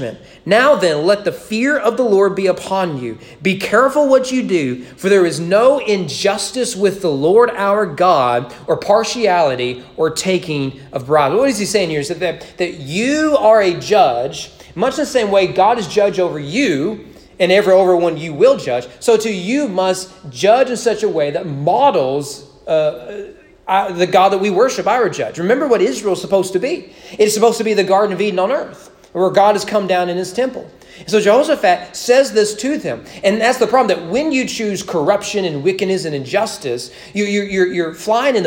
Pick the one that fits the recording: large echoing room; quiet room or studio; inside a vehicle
large echoing room